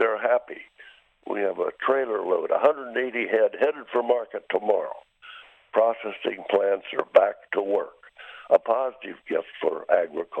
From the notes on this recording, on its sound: My voice will sound a little different since I am on the phone.